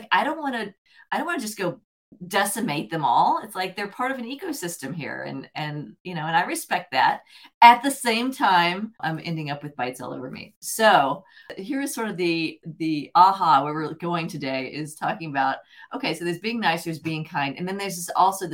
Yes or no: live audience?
no